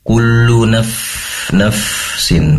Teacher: Naf lagi ya, pastikan fa ini mengalirkan nafas karena tempat keluarnya fa itu dari ujung lidah, maaf, ujung gigi seri atas ditempelkan ke perut bibir, bibir bawah ya. Kullu naf, nafsin, mengalir.